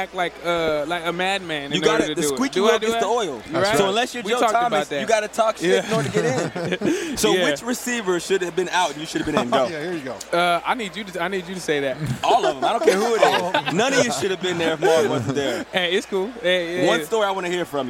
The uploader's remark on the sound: live from Radio Row in Minnesota